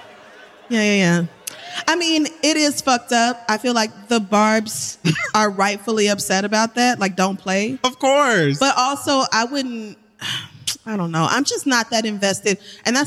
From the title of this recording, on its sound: 11th Anniversary Live Show - Live From The Beacon Theater